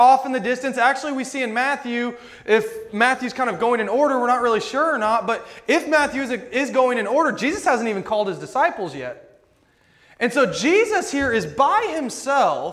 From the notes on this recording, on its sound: This sermon was preached at Rockville Church of the Nazarene on February 27, 2022.